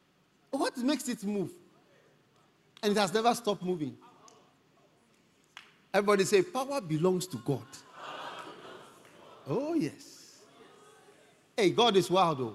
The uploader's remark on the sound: Preached at the First Love Experience Service.